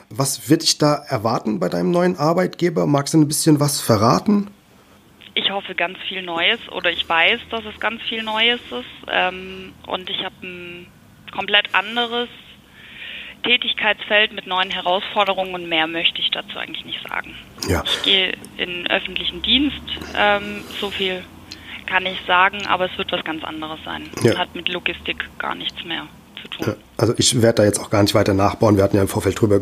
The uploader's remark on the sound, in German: Ich habe mit ihr am Telefon